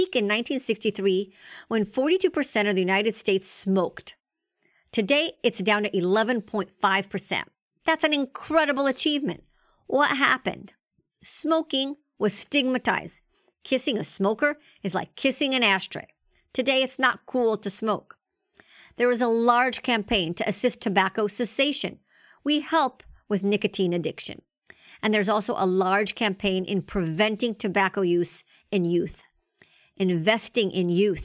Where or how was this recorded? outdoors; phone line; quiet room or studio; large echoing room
quiet room or studio